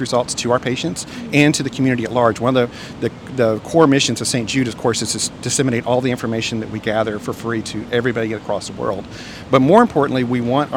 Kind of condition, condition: setting, busy venue